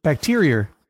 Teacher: That's a very New England thing to add an R, just the hint. The lightest soupçon of an R sound at the end of, say, bacteria or tuna